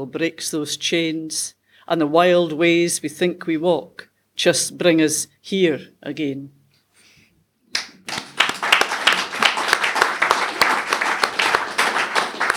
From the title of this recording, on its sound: live at Push The Boat Out 2023